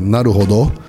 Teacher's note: A pronúncia correta japonesa é Naruhodô, porque de fato quase todas as palavras japonesas são oxítonas.